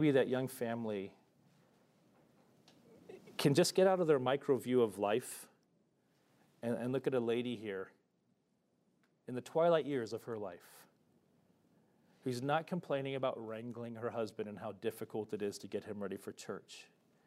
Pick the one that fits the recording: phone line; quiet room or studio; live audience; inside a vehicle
live audience